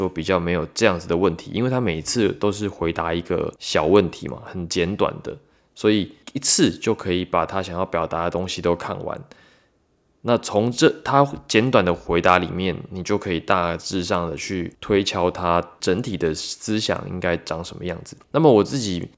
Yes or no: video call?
no